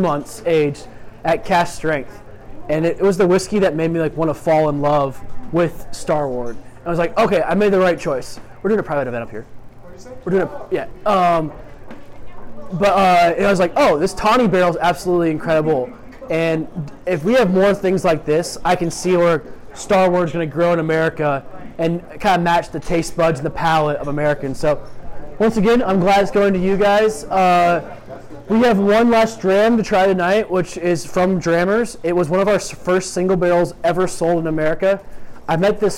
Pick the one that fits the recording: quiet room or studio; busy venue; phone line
busy venue